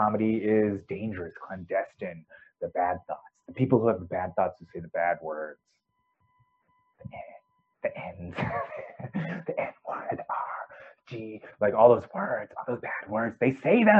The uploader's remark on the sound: I think my mic's shot, sorry for the audio quality.